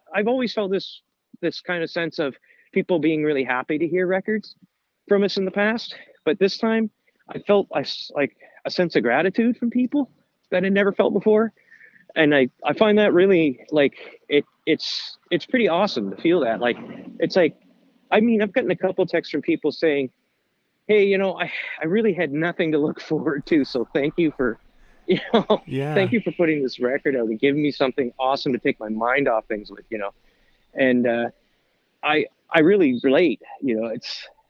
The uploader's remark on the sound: on the phone